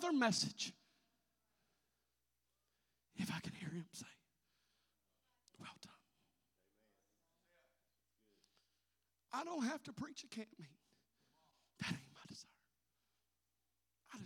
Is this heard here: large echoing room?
yes